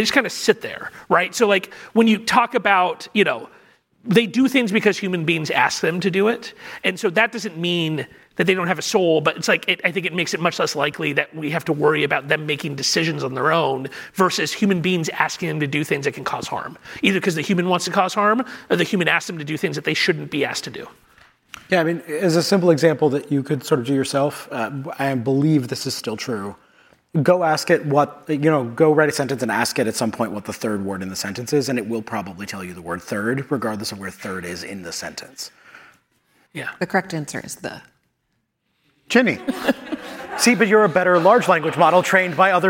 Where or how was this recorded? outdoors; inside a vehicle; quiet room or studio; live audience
live audience